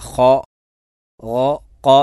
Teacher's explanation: ഇസ്തിഇലാന്റെ അക്ഷരങ്ങളാകട്ടെ, അത് നാവിൻ്റെ അങ്ങേയറ്റം, നാവിന് അങ്ങേയറ്റമാണ്, അതിൻ്റെ മഖ്റജ് അണ്ണാക്കിലേക്ക് വരുന്നില്ല. ഖ, ഖ, ഖ എന്നുള്ളത് അണ്ണാക്കിലേക്ക്, അണ്ണാക്കിനോട് ചേർന്ന് വരുന്നില്ല.